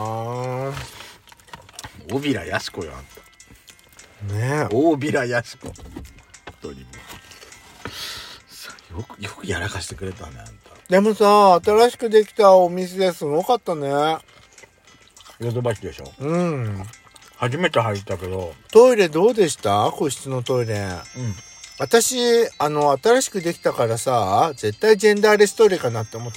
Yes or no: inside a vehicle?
yes